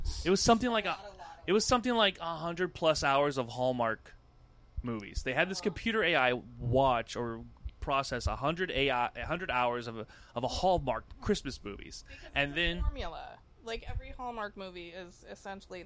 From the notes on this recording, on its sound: Recorded and shot on location at OFF THE HOOK COMEDY CLUB in Naples, Florida. The Pilot episode of this new podcast was recorded and shot on location at OFF THE HOOK COMEDY CLUB in Naples, Florida.